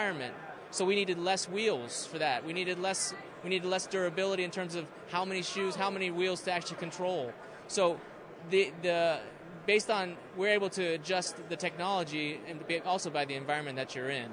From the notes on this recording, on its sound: Live From CES in Las Vegas. Live from CES 2024 in Las Vegas. On the show floor.